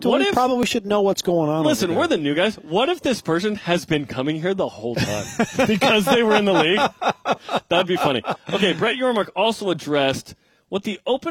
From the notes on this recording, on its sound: BYUSN is live at the Big 12 Media Days.